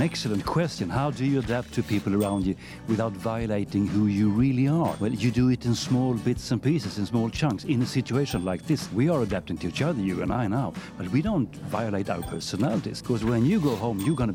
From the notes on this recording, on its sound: Live at SIBF 2023. On the sidelines of his talk.